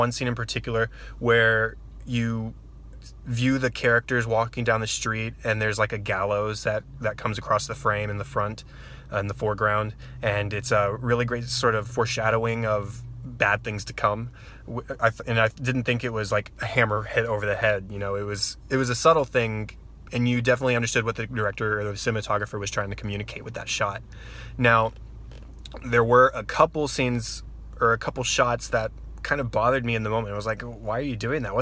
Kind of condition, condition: setting, inside a vehicle